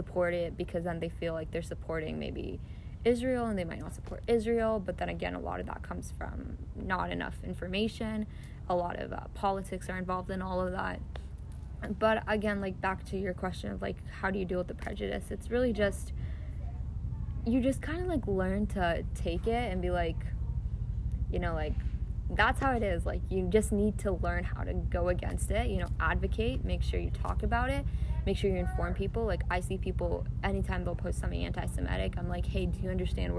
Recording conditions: background noise